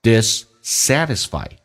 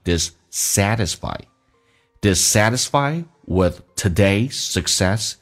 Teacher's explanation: 记住那个 T 浊化成 D 在美式发音